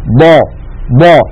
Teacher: يعني لما نقول ضا ضا فيها استطالة، ولكن استطالتها سريعة ولا تكاد تلحظ